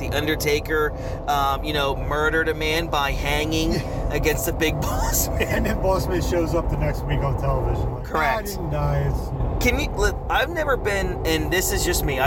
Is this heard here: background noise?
yes